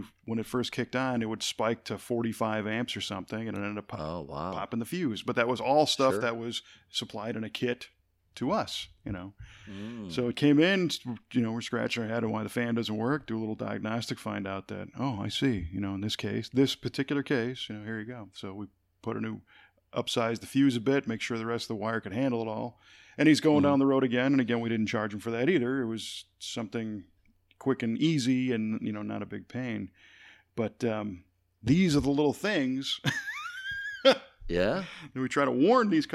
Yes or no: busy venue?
no